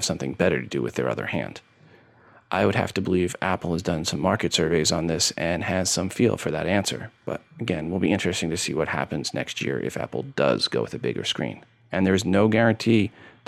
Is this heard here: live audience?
no